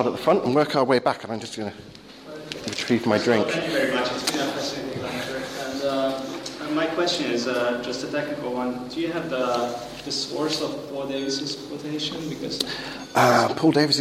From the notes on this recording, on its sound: Talk delivered to the philosopher's track of the European Leadership Forum 2013 in Poland.